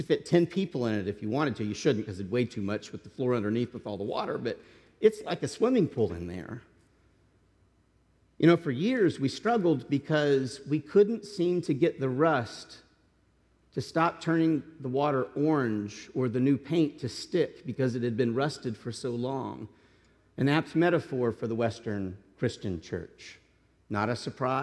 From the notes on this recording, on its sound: This message was delivered as a sermon to the congregation